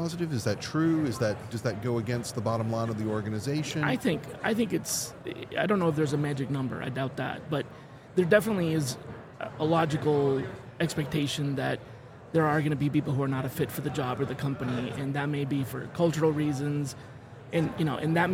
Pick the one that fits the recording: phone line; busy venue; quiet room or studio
busy venue